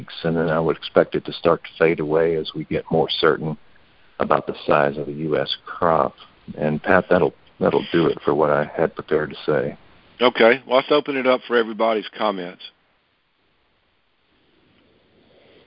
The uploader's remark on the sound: July 2020 Monthly Conference Call